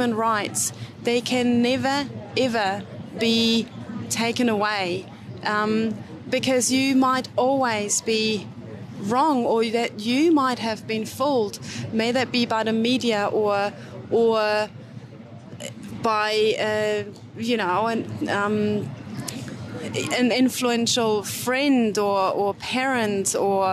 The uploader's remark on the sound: On Location at the Wellington Freedom Village Protest Site